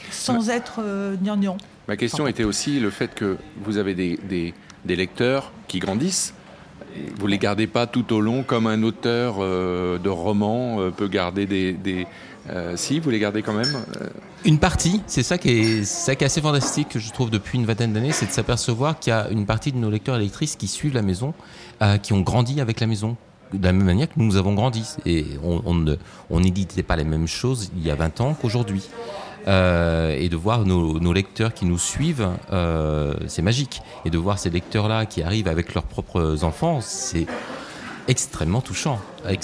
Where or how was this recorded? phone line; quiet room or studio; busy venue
busy venue